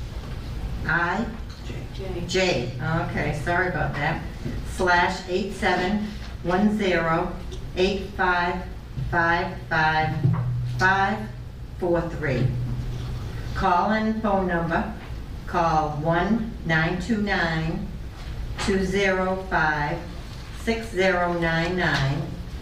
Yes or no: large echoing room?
yes